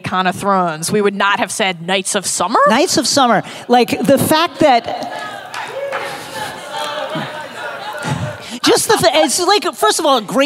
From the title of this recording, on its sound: Live From ‘Con of Thrones’ 2018